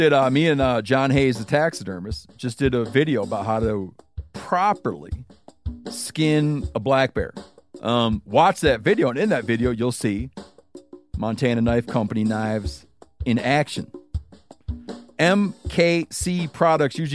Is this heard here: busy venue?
no